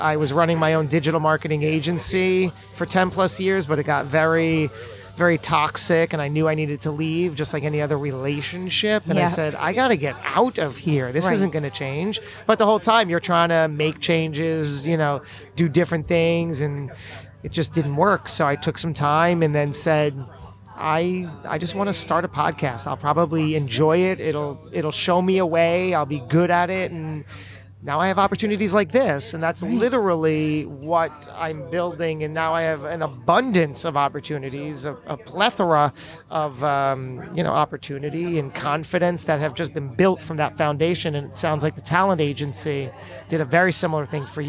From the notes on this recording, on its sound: This episode was recorded live at the 2019 Propelify Innovation Festival (created by Aaron Price) and is part of Podcast Row.